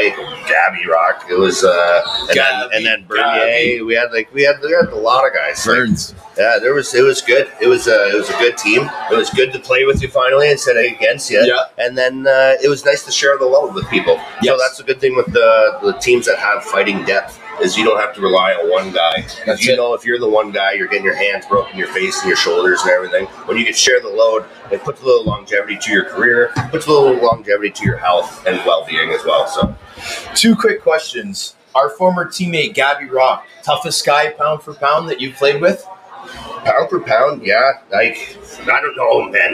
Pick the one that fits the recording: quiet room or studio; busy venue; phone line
busy venue